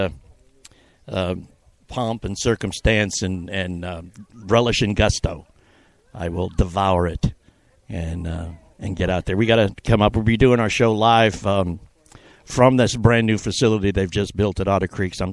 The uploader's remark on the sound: Live from The Polo Fields